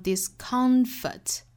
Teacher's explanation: 这个单词一般来说重读是在中间这个音节的